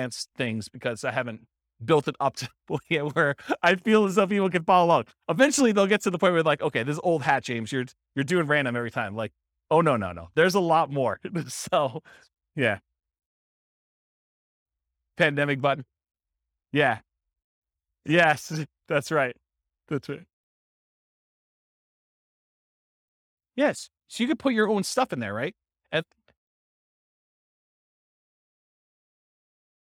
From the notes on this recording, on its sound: This was a live class recorded